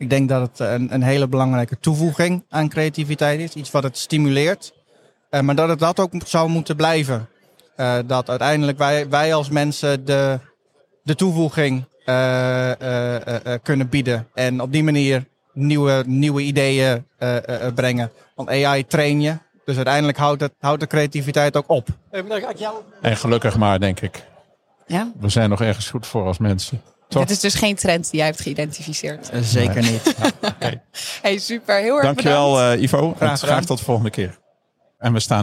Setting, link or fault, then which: setting, busy venue